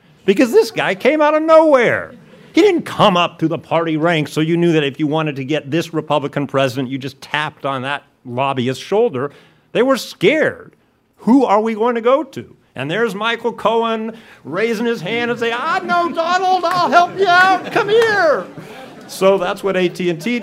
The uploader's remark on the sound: We held a live taping of the Trump, Inc. Podcast at The Greene Space in New York City.